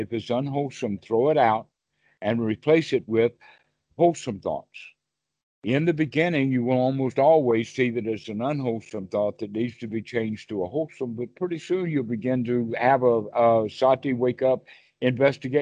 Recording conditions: video call